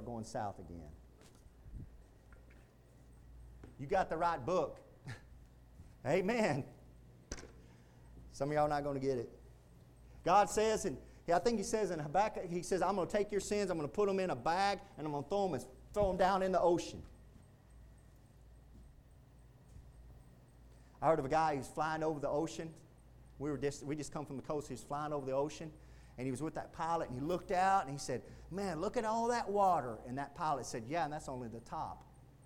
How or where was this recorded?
large echoing room